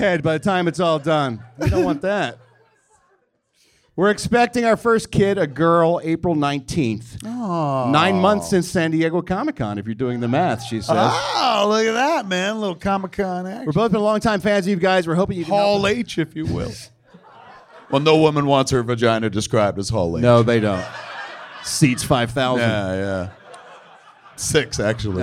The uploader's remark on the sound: Recorded LIVE at the Improv in Hollywood, CA.